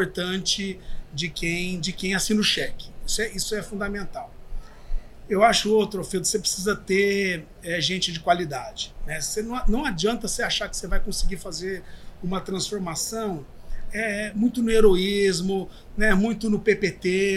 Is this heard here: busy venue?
yes